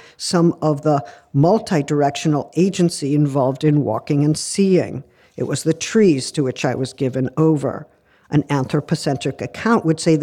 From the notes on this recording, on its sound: The lecture was recorded at the University of Copenhagen, Denmark, on May 4th 2023.